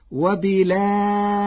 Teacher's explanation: قرأ ورش كلمة وبالآخرة بنقل حركة الهمزة إلى الساكن قبلها وحذفها، وتوسط البدل مع ترقيق الراء فتصير وبالآخرة.